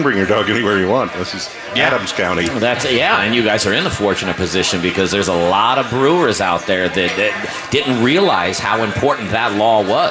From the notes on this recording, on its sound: Live from Bruz Beers one year anniversary party! Live music, Park Burger, and much more!